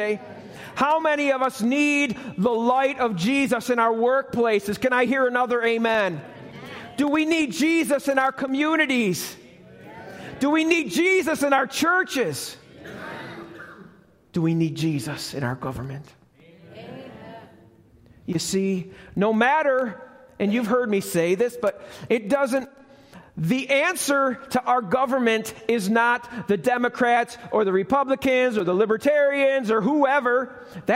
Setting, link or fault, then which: setting, live audience